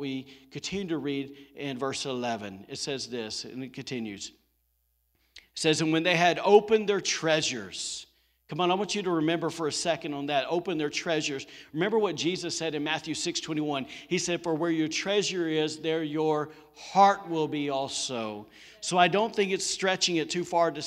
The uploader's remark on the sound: was recorded on Sunday, December 6, 2020, during service at The Anchor Church in Rockport, Maine.